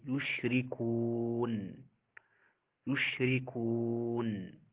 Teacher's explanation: نحاول النون الأخيرة ننطقها، ما تعود كأنها محذوفة